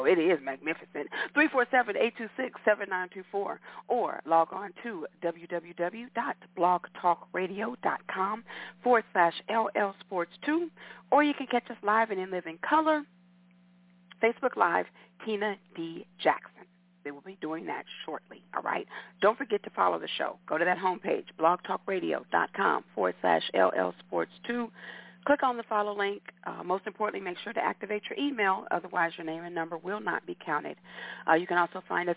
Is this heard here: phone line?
yes